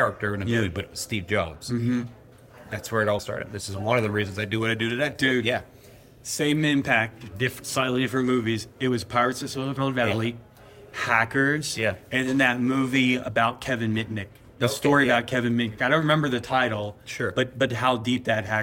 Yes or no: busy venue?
yes